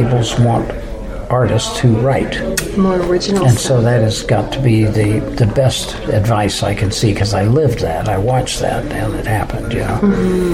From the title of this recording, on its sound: Interviews from the Collingwood Elvis Festival 2016